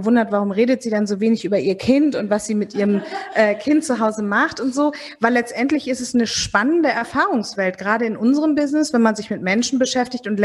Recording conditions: live audience